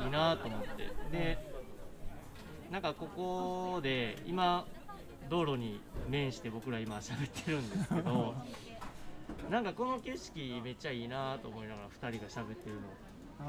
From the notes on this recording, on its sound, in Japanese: 2021年7月22日に開催された「イノタウンフェス」の特設会場で収録しております。宝塚市小林イノタウン 初のロケです。